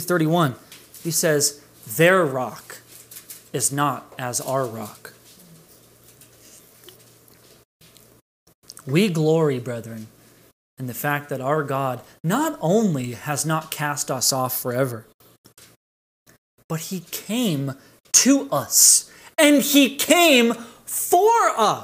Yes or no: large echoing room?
yes